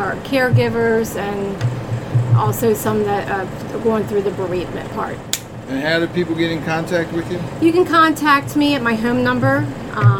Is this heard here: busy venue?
yes